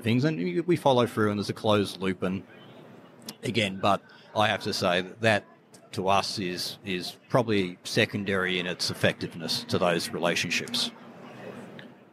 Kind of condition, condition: setting, busy venue